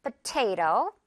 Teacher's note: 표기를 하더라도 potato. t 부분에 강하게 하는 거고 앞부분은 굉장히 가볍고 아주 들릴 듯말듯 해주면 돼요. · Term: 깃털 발음